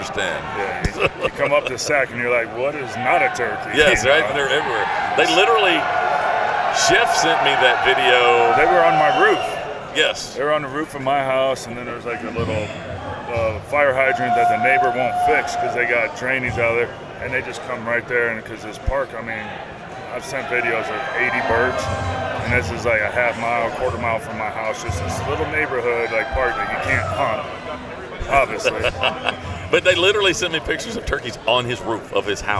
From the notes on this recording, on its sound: at the 2020 ATA Show during the Browning Trail Cameras takeover of The Break Podcast